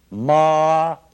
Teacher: we prolonged the ictus of the proto-syllable ma and heightened it into a musical tone